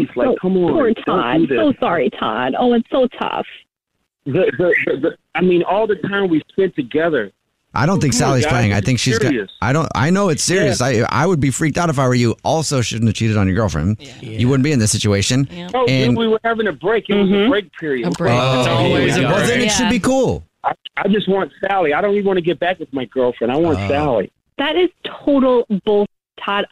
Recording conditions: phone line